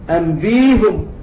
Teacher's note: ومعنى هذا في قوله تعالى قال يا آدم أنبئهم بأسمائهم، أنبئهم نقف عليها بالإبدال، أنبيهم مع ضم الهاء لأن الأصل في هاء الضمير الضم، ألا ترى أنك تقول هو وهم، فالأصل في هاء الضمير الضم.